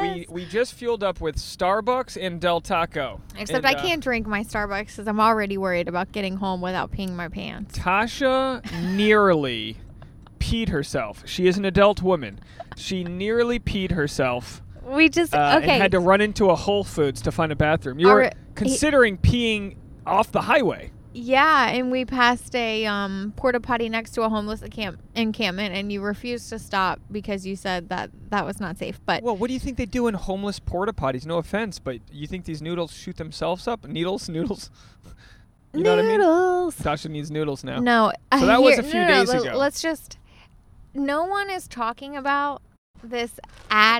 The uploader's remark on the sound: a carcast episode